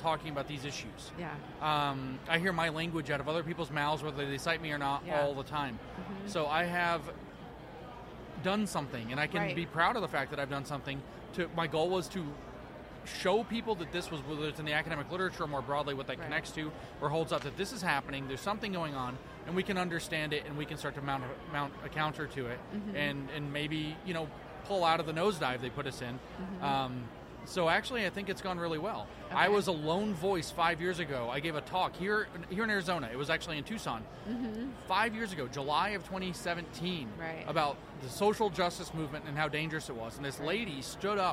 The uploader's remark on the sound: The Unity Project What’s UP? Podcast at AmFest